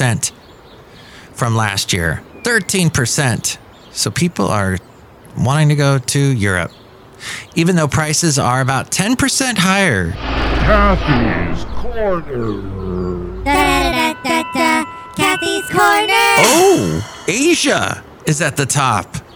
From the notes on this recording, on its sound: podcasts live from Café Anyway